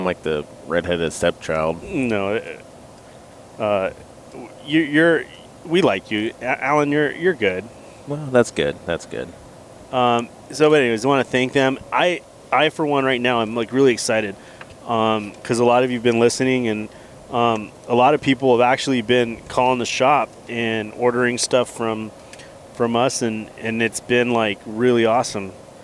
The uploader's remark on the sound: Road Trip. We have a good time driving down to Paso Robles.